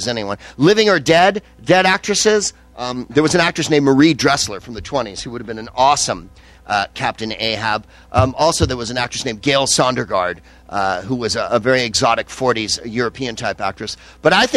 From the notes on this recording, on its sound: Vodkasting live from the SXSW conference in Austin, TX